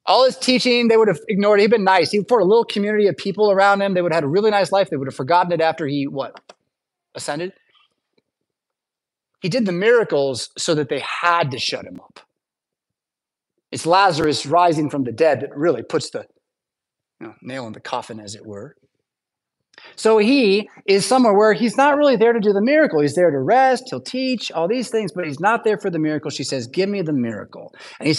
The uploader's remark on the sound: Preached at St Paul Lutheran Church , Rockford, Illinois on February 11th, 2024.